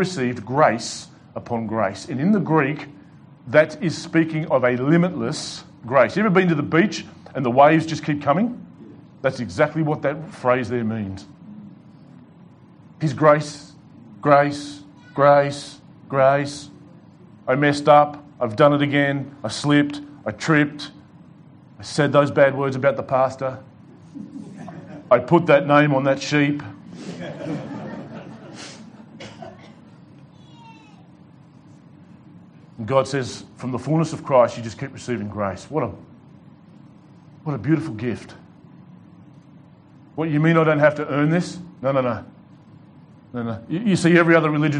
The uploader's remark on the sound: delivered to The Rock Christian Church